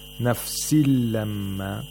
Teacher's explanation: We have idgham of nun sakina bila ghunna. There's no ghunna. نفس لما. Because there's a lam after the tanween.